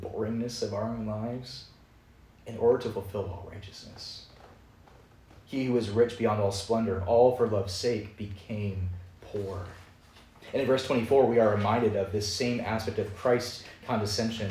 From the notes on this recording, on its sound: Preached at Downtown Presbyterian Church in Lynchburg, VA